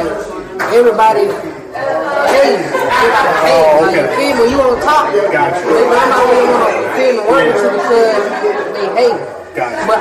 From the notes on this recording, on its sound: Live at the Hood Media NYC’s Media Day Mayhem.